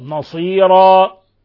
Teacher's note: ولاحظوا الوقف على تنوين الفتح بمد العوض